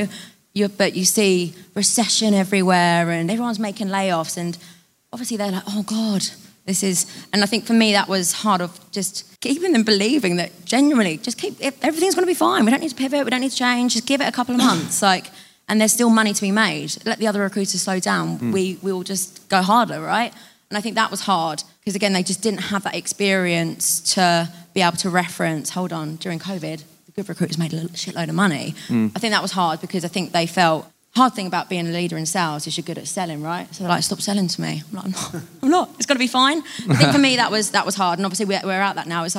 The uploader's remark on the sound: LIVE Podcast in London. We took over 26 Leake Street in Waterloo & here is the brilliant conversation we had at our LIVE podcast event.